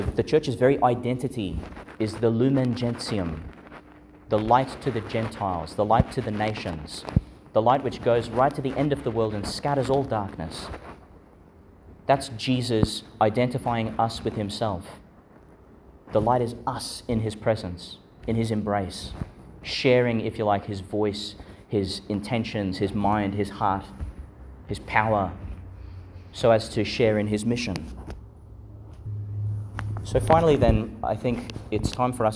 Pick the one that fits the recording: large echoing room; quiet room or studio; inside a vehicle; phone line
large echoing room